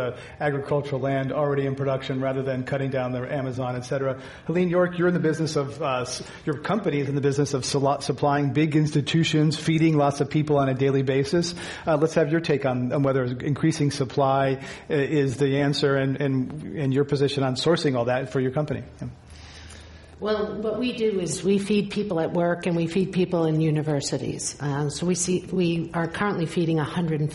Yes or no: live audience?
yes